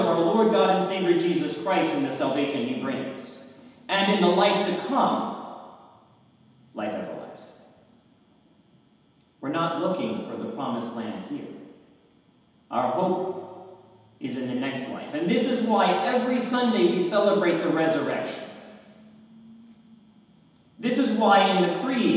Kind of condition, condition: setting, large echoing room